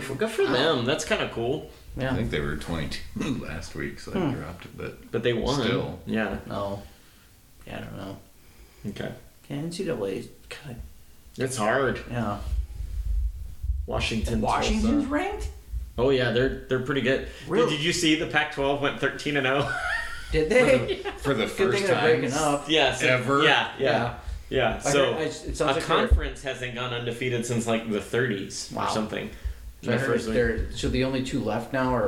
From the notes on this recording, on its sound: It's a little bit of an open-mic discussion. We know the sound isn't great.